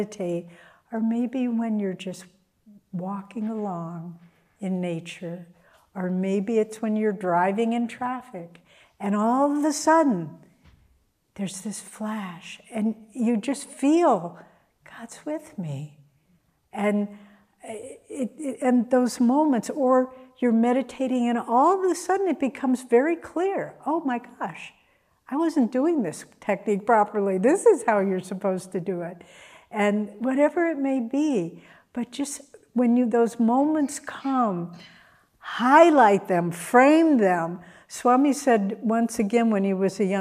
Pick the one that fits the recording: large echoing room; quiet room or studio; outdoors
large echoing room